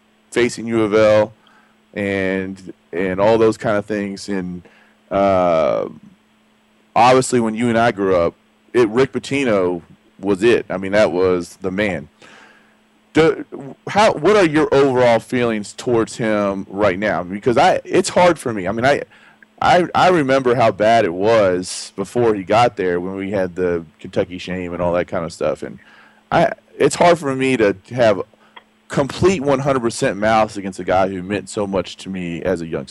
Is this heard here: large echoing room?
no